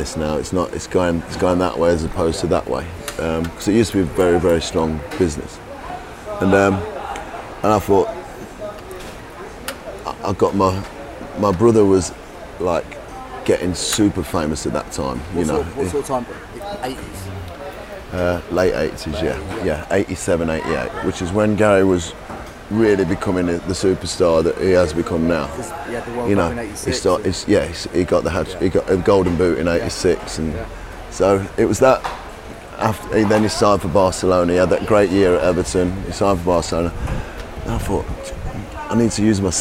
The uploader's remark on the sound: Ocean Beach in Ibiza – where we recorded this interview